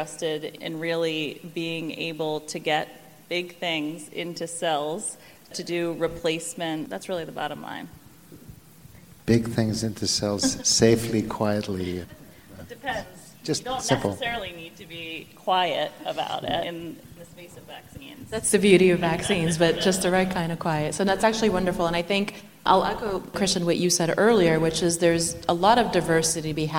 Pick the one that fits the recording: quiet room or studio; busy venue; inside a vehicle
busy venue